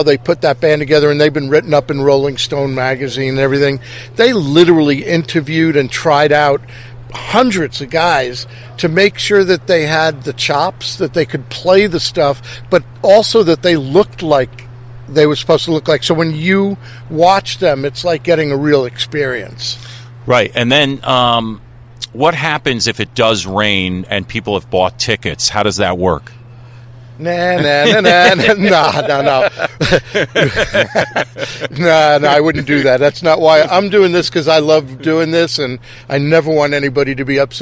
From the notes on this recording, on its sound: Live remote in front of the stage of The Milford DRIVE IN CONCERT SERIES. Right before the very first show of the season.